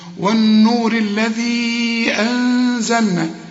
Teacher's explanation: ودي النون اهي لازم تغنها